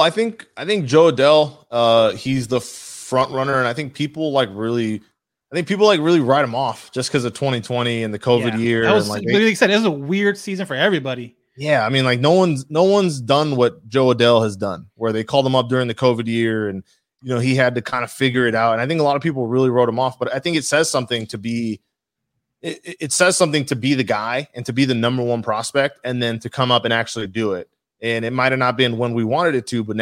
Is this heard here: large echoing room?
no